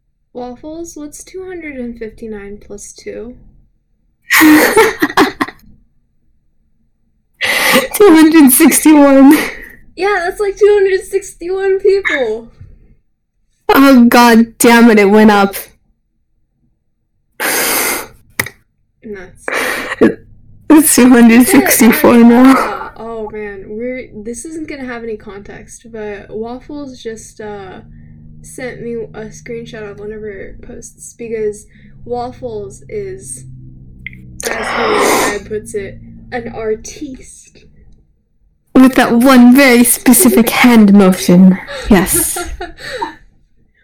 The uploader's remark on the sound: Horrible Audio Quality. The audio is horrible.